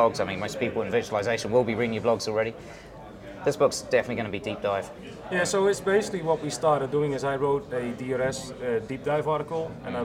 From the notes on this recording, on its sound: LIVE From VMworld 2010 Europe. LIVE at VMworld 2010 in Copenhagen! We recorded this live episode of vChat from the VMworld news desk.